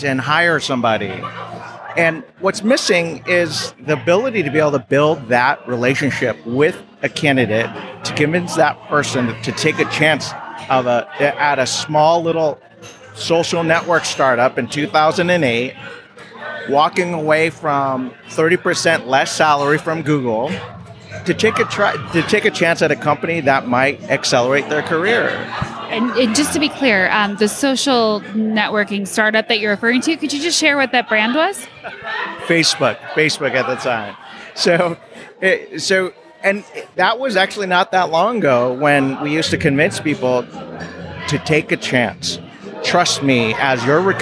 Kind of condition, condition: setting, live audience